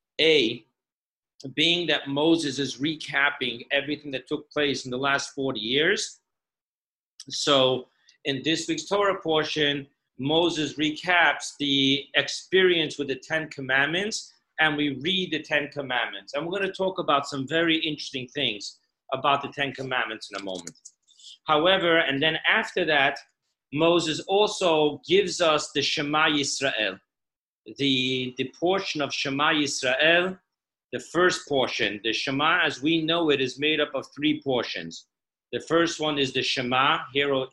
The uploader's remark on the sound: Zoom Parsha Class